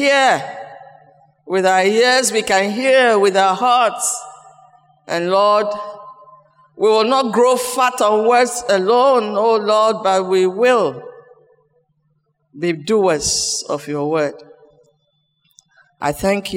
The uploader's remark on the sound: Sermon preached at CBC Shiashie Campus